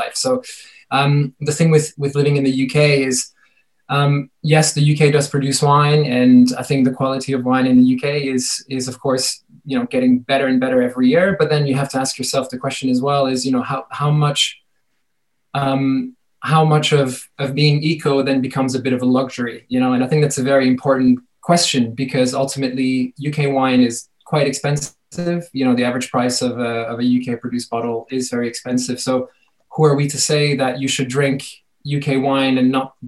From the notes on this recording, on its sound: This is a recording from our Sustainable Wine Packaging online conference